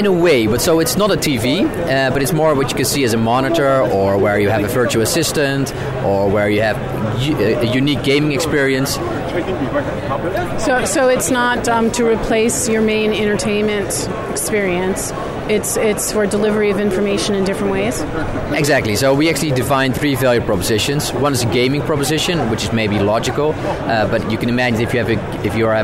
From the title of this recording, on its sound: Live from the Floor of Augmented World Expo 2018